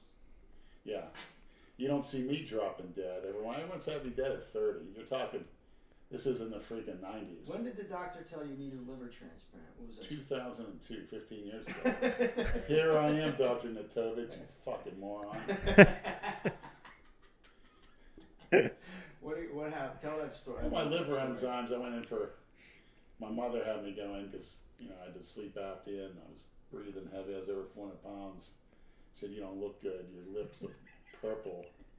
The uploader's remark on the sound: We apologize if the sound levels aren't ideal or if there's some echoing. We're still in the process of perfecting the technical side of everything.